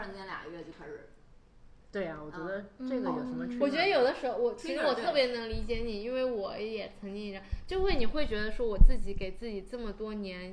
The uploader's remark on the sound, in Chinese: 本期因收音设备开小差，音质或有些许瑕疵